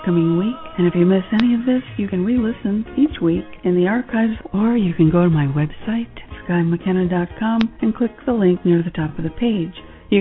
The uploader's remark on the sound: take your calls on the air - LIVE!